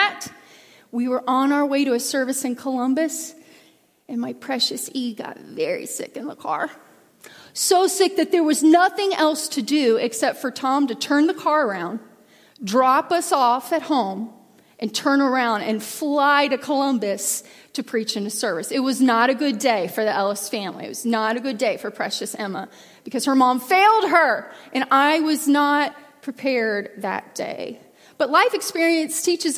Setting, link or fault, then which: setting, large echoing room